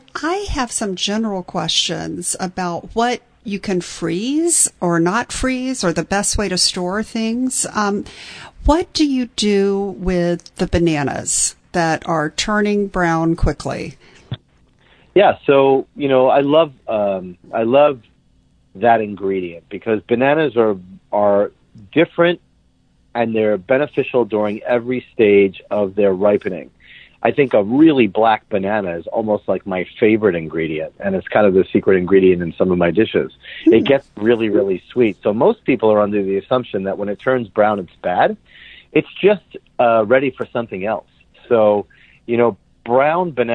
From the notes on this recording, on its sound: Had a Kitchen Chat by phone in our respective kitchens. How odd this felt not to actually be in person recording.